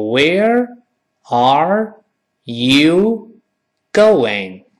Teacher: 第一个 Where，舌尖还是要勾回来